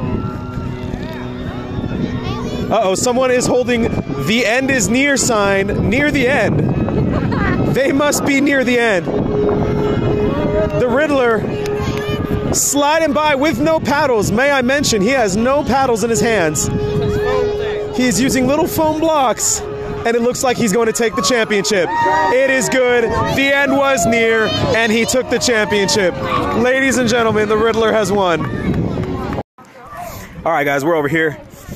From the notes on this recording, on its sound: Live podcast from our adventure to the Giant Pumpkin Regatta in DayBreak UT.